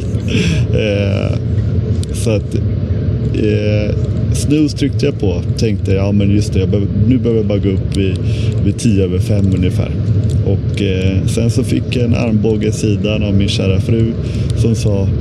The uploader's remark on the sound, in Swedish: Genom bussen ner till Malmö. Eftersom avsnittet spelades in på bussen är ljudet VAD DET ÄR.